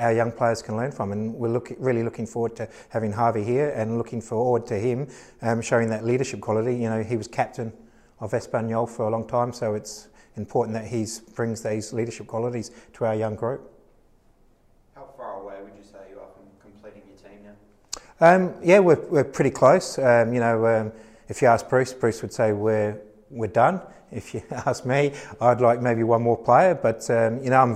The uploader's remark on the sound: Press Conference